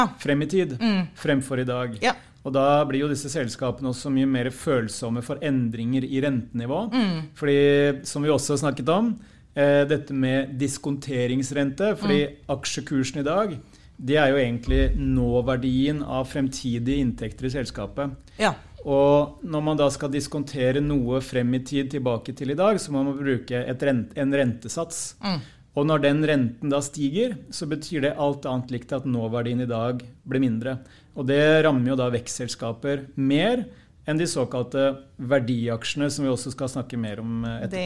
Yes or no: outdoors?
no